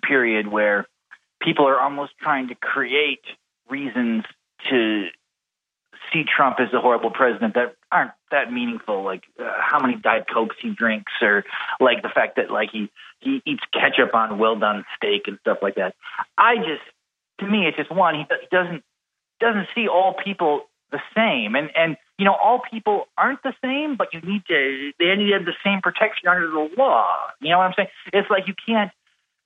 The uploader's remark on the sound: Via telephone from his home in Portland.